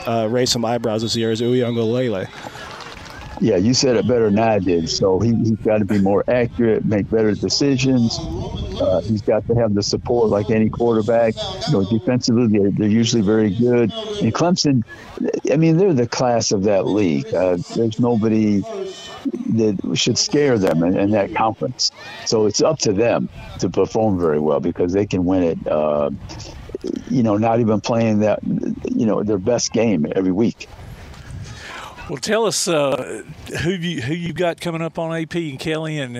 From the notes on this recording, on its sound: Live from the Limestone County middle school jamboree